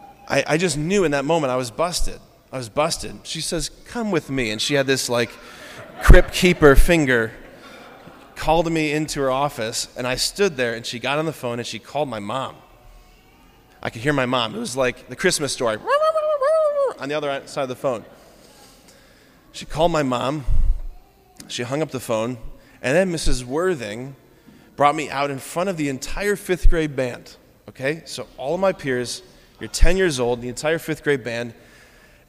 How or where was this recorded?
large echoing room